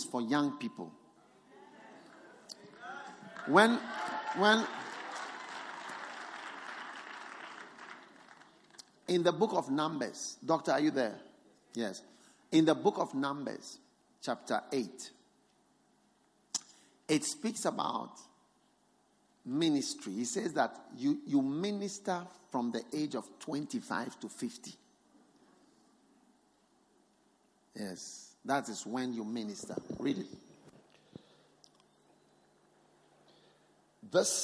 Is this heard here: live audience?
yes